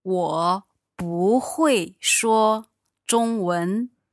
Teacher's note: We add in the 不, but here, because it's followed by 会, which is the fourth tone, it sounds... You change the bu into second tone.